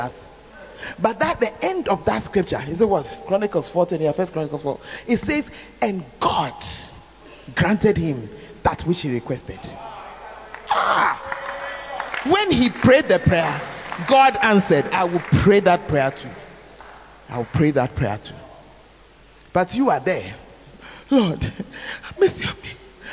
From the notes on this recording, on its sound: Preached At The 12 Foundations Of The Bacenta Camp